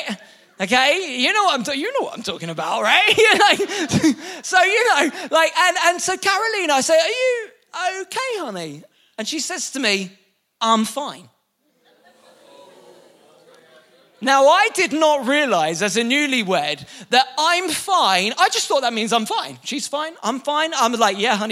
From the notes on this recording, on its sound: Recorded live at the Chesterfield Campus this is the message from the evening service on the 17th November 19.